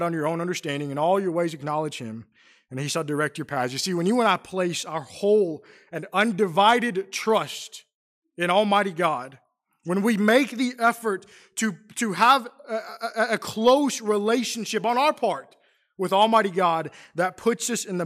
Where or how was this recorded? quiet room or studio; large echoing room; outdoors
large echoing room